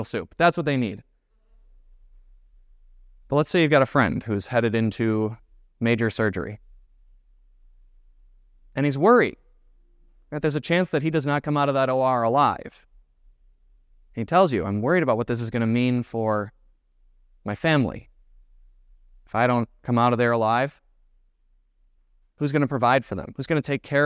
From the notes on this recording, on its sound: was preached at Grace of God Lutheran Church on December 3, 2023